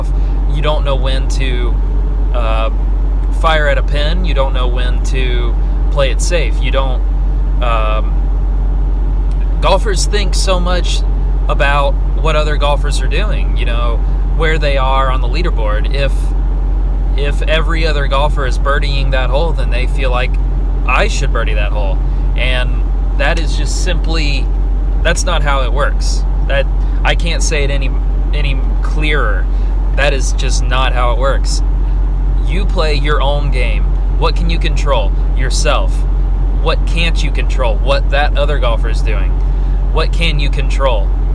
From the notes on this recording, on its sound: I rant in my car